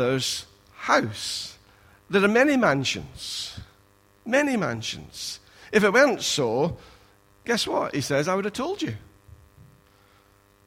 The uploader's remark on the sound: Recorded at freedomcentre church, Preston on Sunday 5th February 2017